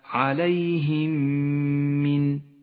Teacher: تدغم الميم الساكنة بالميم المتحركة لتصيران ميما واحدة مشددة · Term: الإدغام المتماثل